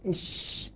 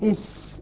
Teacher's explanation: فصارت قريبة من الشين، يعني لولا انتشار الهواء في الفم الذي يحدث مع الشين لخرج من بين الثنايا وحدث الصفير، حدث الصفير وصارت سينا، وصارت سينا إلى حد ما. · Term: التفشي